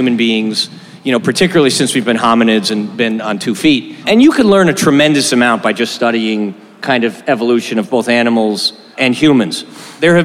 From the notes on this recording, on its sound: Last week we had our first LIVE podcast event during SXSW at Cosmic Coffee & Beer Garden in Austin.